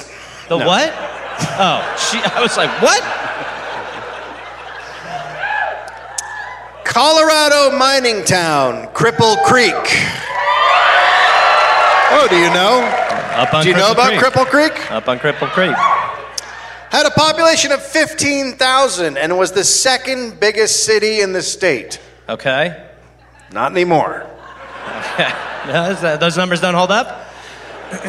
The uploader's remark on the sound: Live from the Oriental Theater in Denver, Colorado.